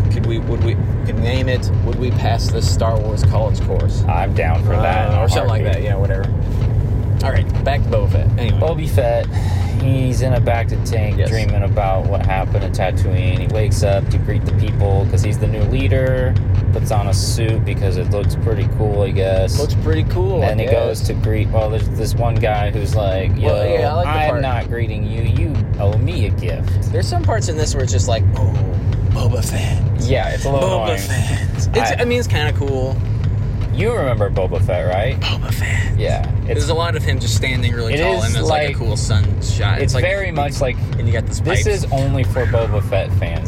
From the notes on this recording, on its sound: It was recorded using our phones so please excuse the poor sound quality.